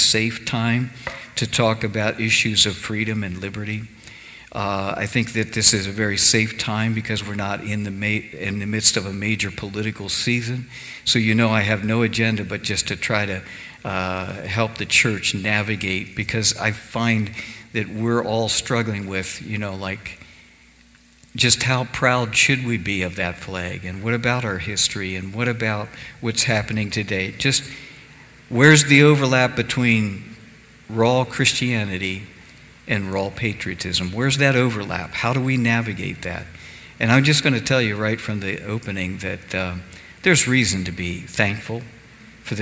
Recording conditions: large echoing room